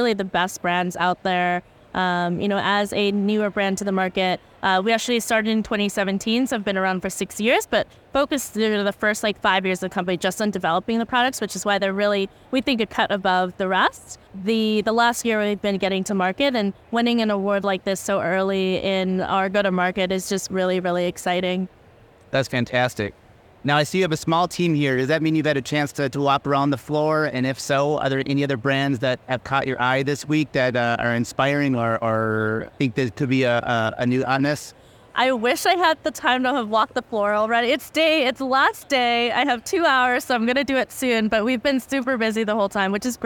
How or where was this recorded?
busy venue